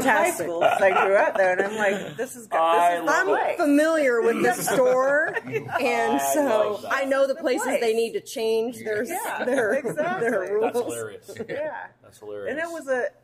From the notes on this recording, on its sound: They are on location in downtown Kansas City at Oak & Steel Craft Drinkery. First ever on location show.